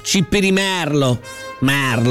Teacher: La parola si pronuncia con la E aperta